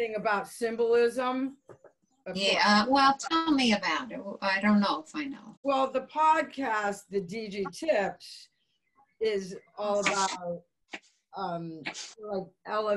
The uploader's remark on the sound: We were socially distanced doing this lesson via zoom.